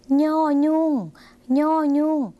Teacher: เพราะจะเป็นเสียงขึ้นจมูกสักหน่อยนะคะ